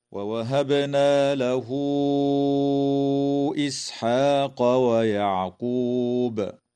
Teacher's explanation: فقوله تعالى: ووهبنا له إسحاق ويعقوب، تقلقل الباء في كلمة ووهبنا، وتوصل هاء الضمير في قوله تعالى: له إسحاق، بواو تمد وصلا من قبيل مد الصلة الكبرى بمقدار 4 أو 5 حركات كالمد المنفصل. ويجوز الوقف على كلمة ويعقوب من قبيل الوقف الحسن مع وجوب قلقلة الباء وقفا، هكذا: ووهبنا له إسحاق ويعقوب.